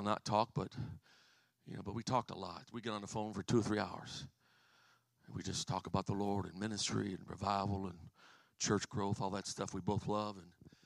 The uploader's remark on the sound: as I preached in March 2023, at my home church in Harvey, IL